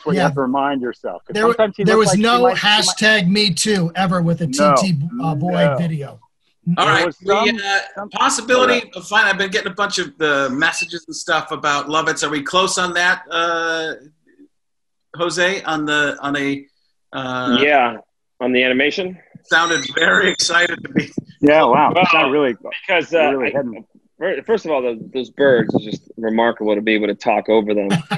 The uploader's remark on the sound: From Our Covid Bunkers. Dial up another Zoom meeting.